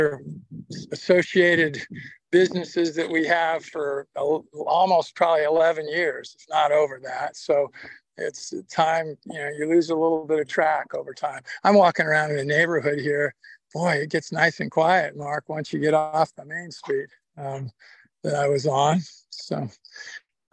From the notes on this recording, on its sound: Drives along the winding roads as he speaks to the audience. The scenery transitions from suburban landscapes to the beauty of nature.